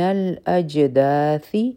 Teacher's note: په جیم به قلقلا کوو، دال به دوه حرکه را کاږو